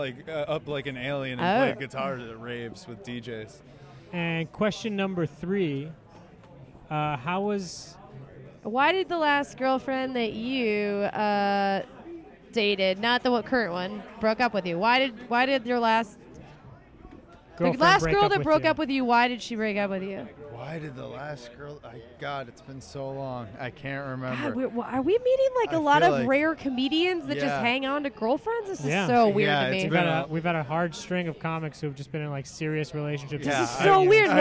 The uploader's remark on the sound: Recorded Mondays at The World Famous Comedy Store.